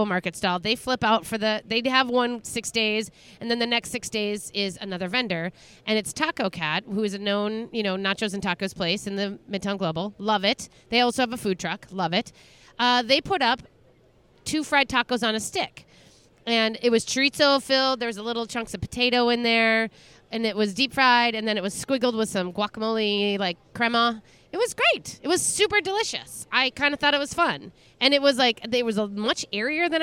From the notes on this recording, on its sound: Live from a Yellow Picnic Table and Feeling Every Minute of It! The Ball Park beer stand.